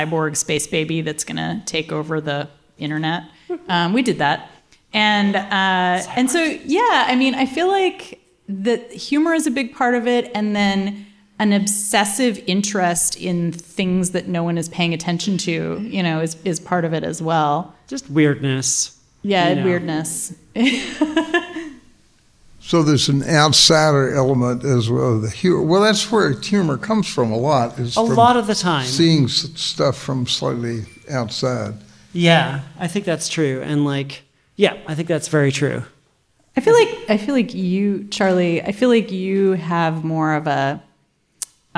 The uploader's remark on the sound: in conversation and Q&A with the audience